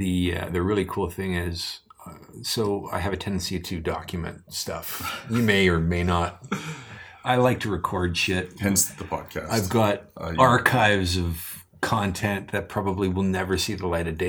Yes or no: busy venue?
no